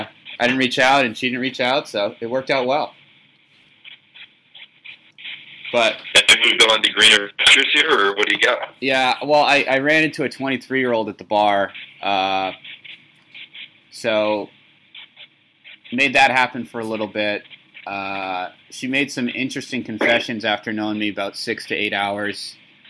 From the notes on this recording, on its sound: WARNING: EVEN POORER AUDIO QUALITY THAN NORMAL. Episode 26 should probably be lost to the sands of time due to its terrible audio quality.